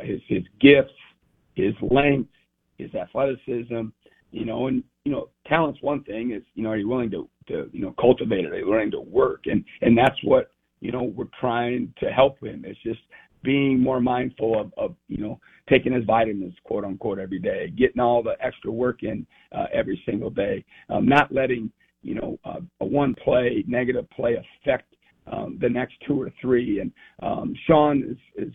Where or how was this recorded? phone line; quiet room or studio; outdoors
phone line